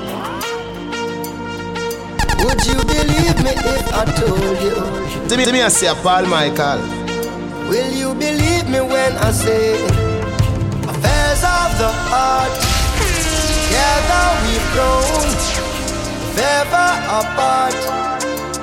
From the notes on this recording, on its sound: Live recording from my set at Island Saturdays.